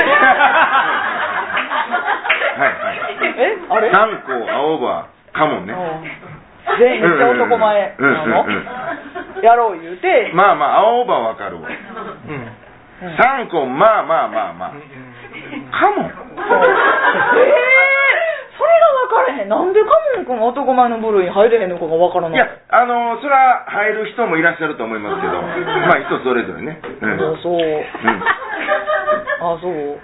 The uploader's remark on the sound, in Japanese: 公開収録